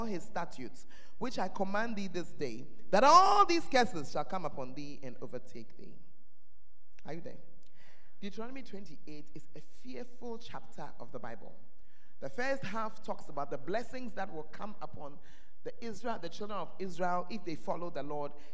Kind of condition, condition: setting, large echoing room